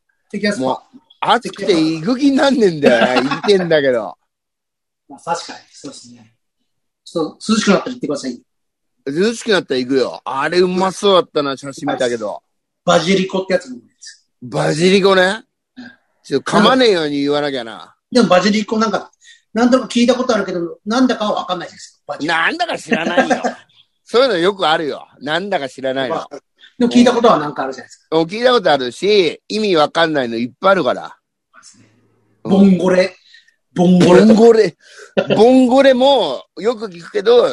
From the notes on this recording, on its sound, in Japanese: ZOOMで収録